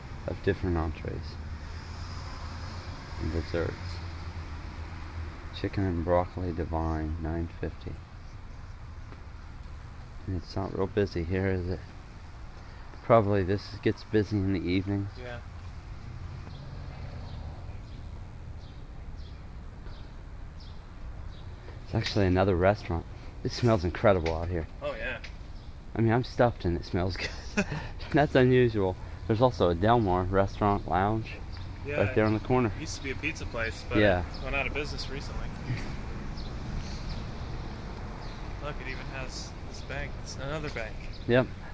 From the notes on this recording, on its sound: Granville, Ohio- live walk through. This week's show is the main audio feature so headphones are recommended!